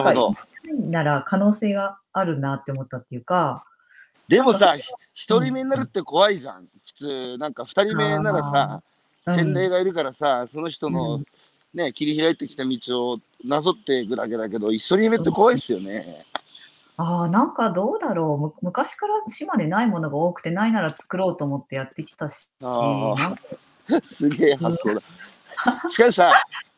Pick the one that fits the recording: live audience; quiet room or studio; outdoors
outdoors